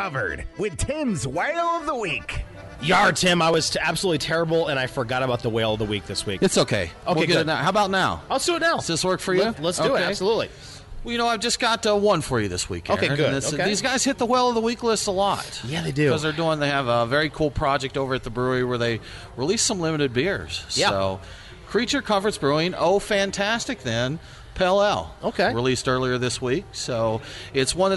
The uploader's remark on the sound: Live from TopGolf